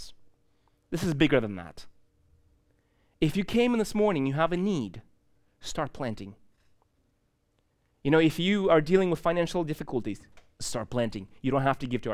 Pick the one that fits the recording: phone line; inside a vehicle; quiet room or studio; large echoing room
large echoing room